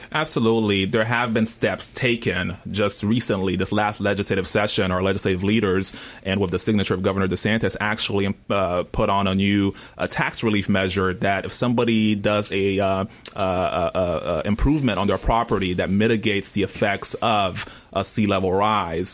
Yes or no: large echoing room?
no